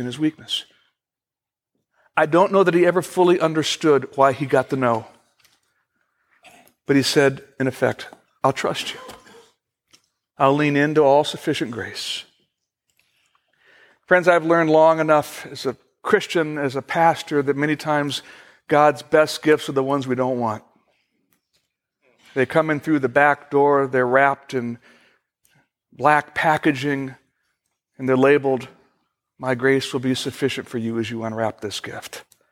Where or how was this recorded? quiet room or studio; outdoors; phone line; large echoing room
large echoing room